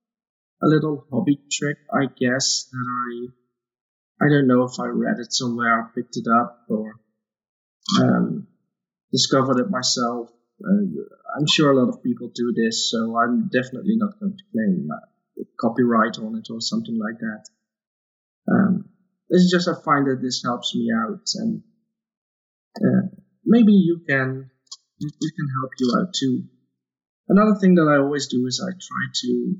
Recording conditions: poor sound quality